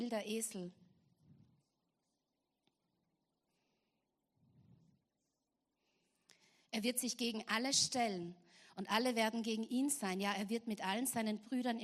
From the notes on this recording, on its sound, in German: Gottesdienst live aus der LIFE Church Wien.